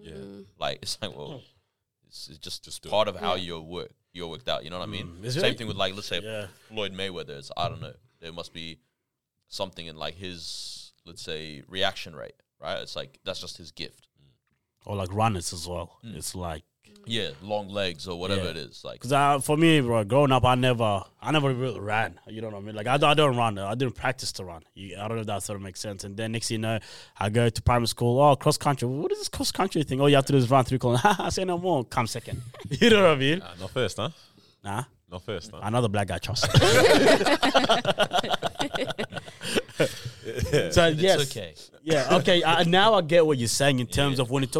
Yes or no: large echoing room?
no